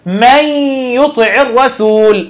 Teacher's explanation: النون بتدغم في الحرف اللي بعدها وتبقى صفه الغنه، بيكون في غنه زائده في النون · Term: ادغام بغنه